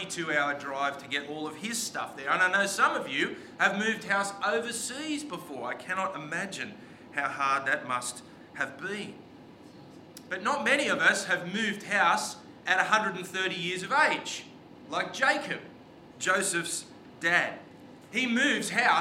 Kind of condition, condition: setting, large echoing room